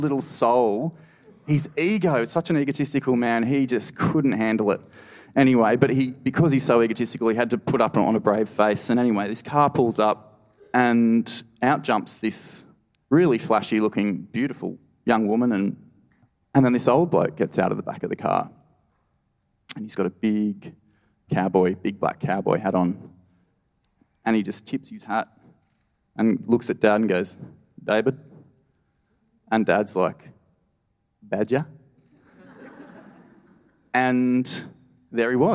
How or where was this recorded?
live audience